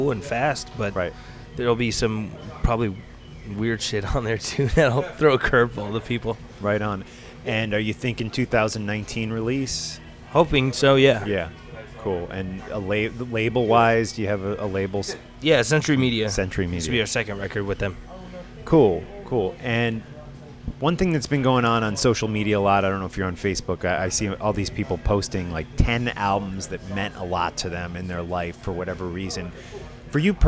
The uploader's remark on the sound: This interview was recorded at Heavy Montreal.